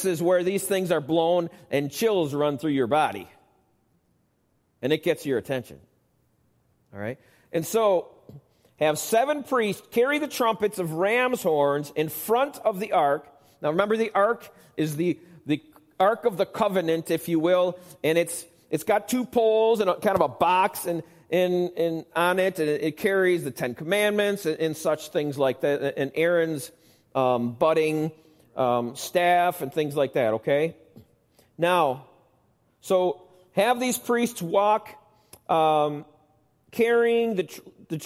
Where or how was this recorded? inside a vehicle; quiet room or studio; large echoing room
large echoing room